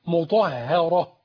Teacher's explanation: يبقى الهاء من أقصى الحلق ثم الأقصى الحلق إيه همز هاء ما قولش مطهر لا أقول إيه مطهرة.